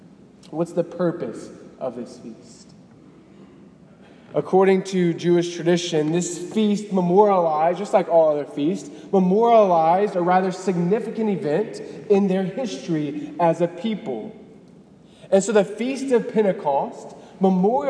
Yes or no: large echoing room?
yes